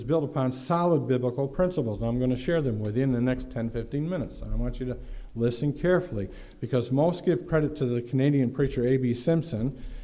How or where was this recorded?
large echoing room